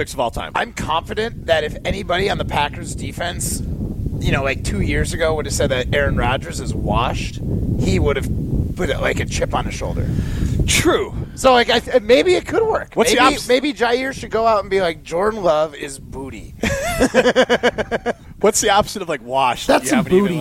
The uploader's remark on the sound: are live at Wild Rock Golf Course for the Easterseals Golf Outing